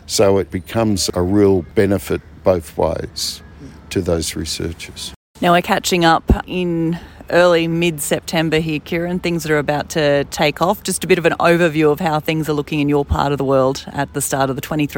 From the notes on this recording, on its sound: At the Australian Cotton Research Conference in early September. Caught up with him between Conference sessions for a quick chat.